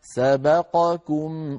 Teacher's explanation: والقاف مفخمة والكاف مرققة، القاف والكاف من مخرجين متقاربين، فعلينا أن نبين كل منهما من مخرجه ونعطي القاف حقها